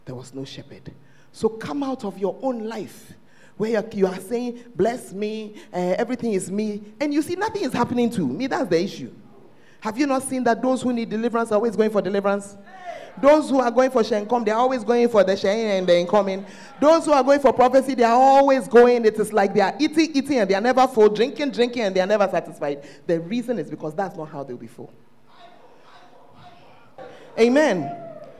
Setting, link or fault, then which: setting, large echoing room